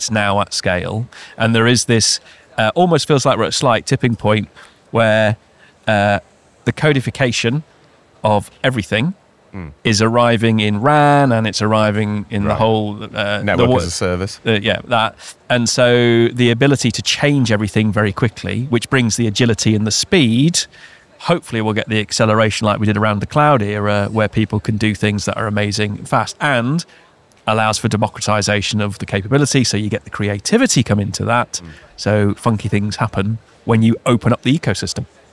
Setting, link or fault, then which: setting, busy venue